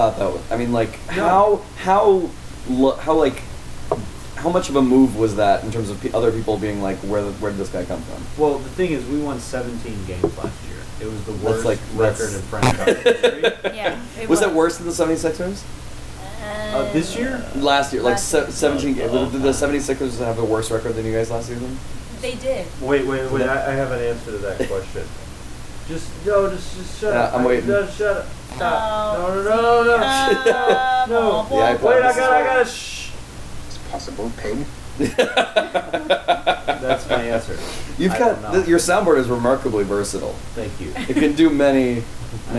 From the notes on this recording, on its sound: We went down to B'more for the Wiz game and did a somewhat poorly recorded podcast (my bad) with some pals. I put some compression it though, and appended it to the end of today's fresh pod.